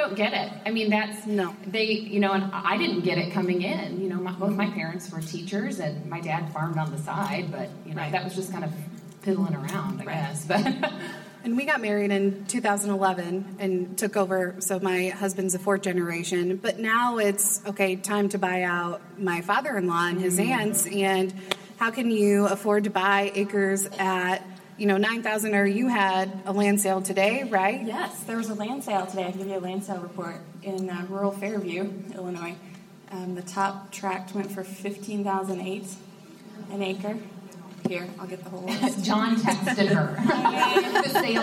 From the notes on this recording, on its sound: Live at Women in Ag!